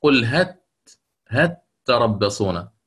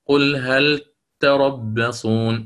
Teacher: بصفة البينية في حرف اللام حتى لا تكون فيها إدغام · Shown in: second take · فتقرأ: قل هل تربصون.